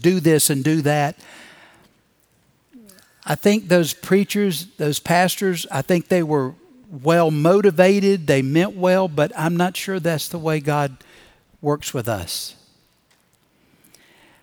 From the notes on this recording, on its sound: Recorded Live at Brookwood Church on 07.09.2023.